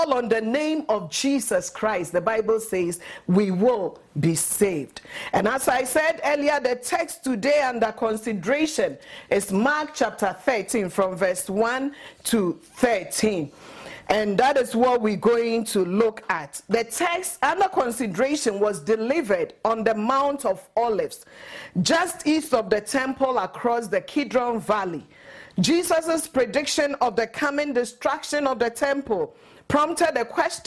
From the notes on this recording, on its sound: At Living Word Assembly of God Church.